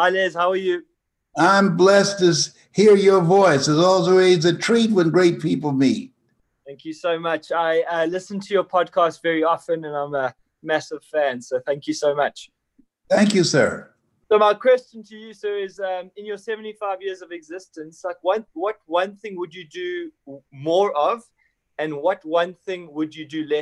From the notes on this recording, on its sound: joined me on a webinar